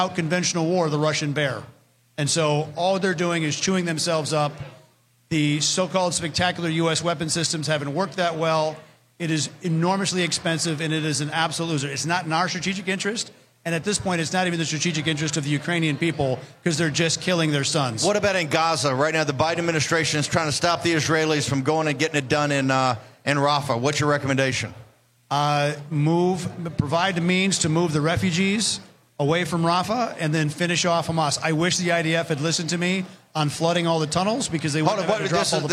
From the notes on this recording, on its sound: Live From CPAC